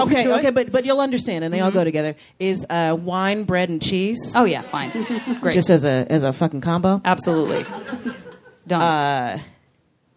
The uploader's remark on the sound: Live from JoCo 2017. Recorded from the high seas off the Baja strait, this live JV Club episode features fellow JoCo cruise guests.